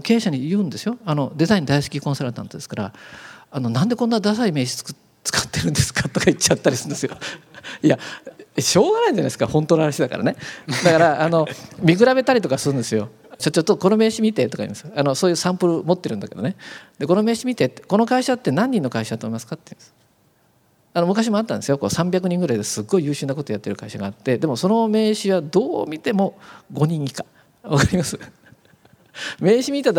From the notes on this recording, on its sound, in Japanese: アップルストア銀座・公開収録。